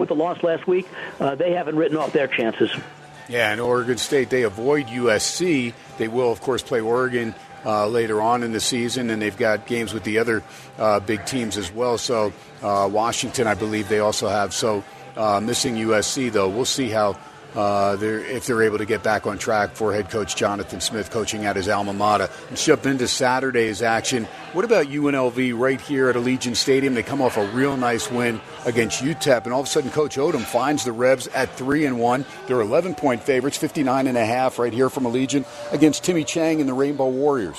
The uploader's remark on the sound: "Live" from #SteinersPub in #LasVegas